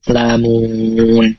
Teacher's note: Jadi matobi'i yang bertemu dengan huruf yang disukunkan. Lamun panjangnya 2, 4, juga 6. Biasanya kita baca 4 ya. · Term: mad aridhis sukun